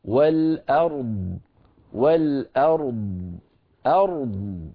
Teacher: فنعطي الراء حقها من التفخيم والبينية والضاد حقها من التفخيم والرخاوة والاستطالة والاستعلاء والإطباق